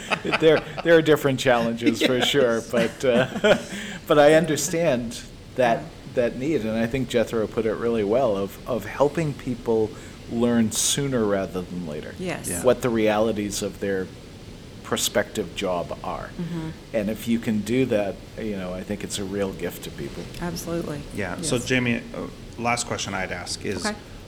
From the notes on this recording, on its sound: This interview is from a recent conference